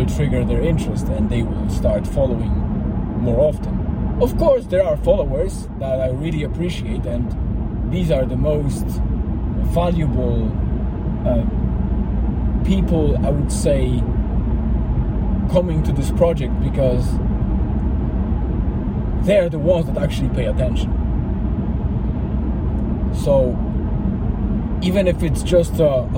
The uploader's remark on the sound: I have recorded it on my way to (in)famous Eany Water, just before the sunset, to calm my body and mind, with a companion of river noise and the ambience of the forest.